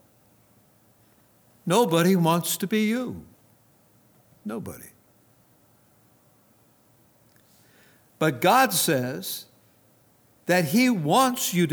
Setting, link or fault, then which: setting, large echoing room